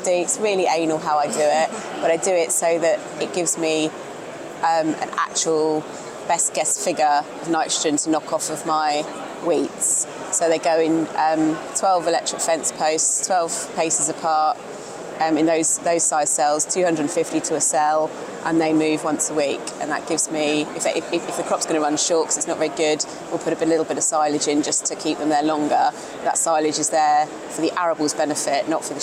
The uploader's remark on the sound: Attends the CropTec Show. All recorded from The CropTec Show in Stoneleigh.